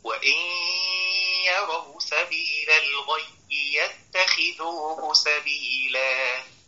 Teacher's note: إن وجدت ياء مشددة في أي كلمة قرآنية إياك أن تدخل عليها صوت الجيم